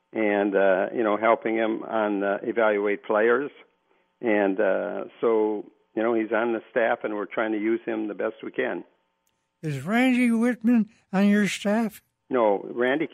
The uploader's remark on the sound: Open up the phone lines and take your sports questions.